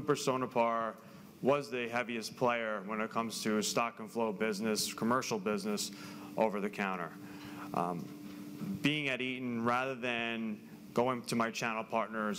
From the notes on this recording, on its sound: This presentation was originally shared live at Turtle's Sales Summit on March 20, 2023.